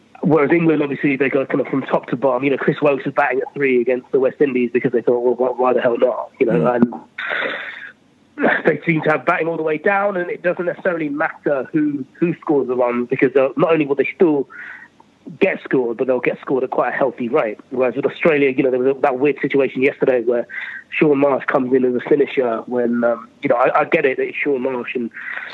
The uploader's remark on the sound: Joins from the UK. On the phone.